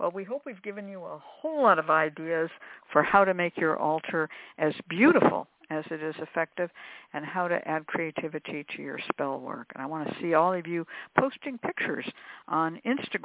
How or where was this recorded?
phone line